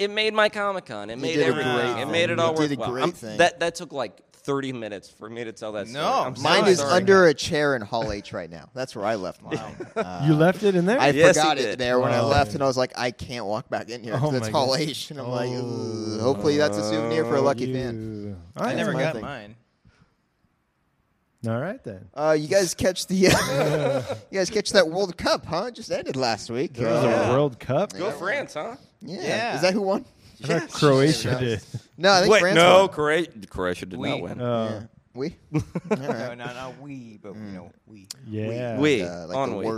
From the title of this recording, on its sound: We Got Drunk at Comic-Con 2018 & Started Recording